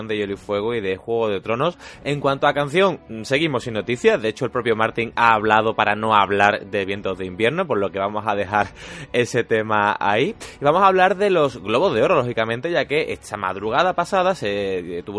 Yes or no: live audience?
no